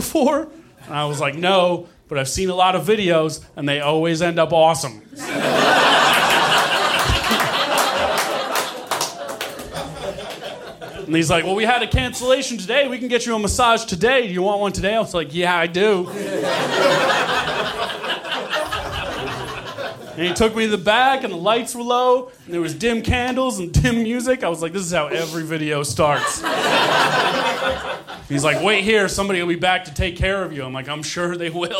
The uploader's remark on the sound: Recorded Nov 2017 at New York Comedy Club in New York City.